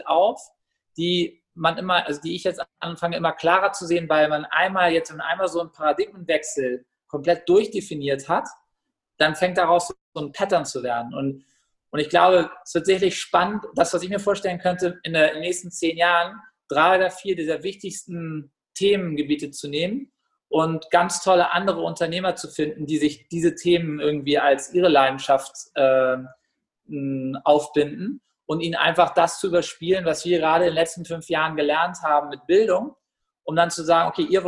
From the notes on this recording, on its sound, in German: aufgenommen diesmal virtuell zwischen Berlin und Barcelona